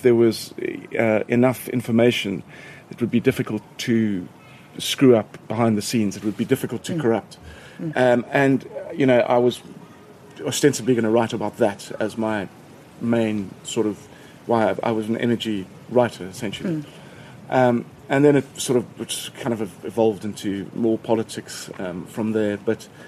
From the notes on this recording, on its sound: Recorded in his garden in Cape Town.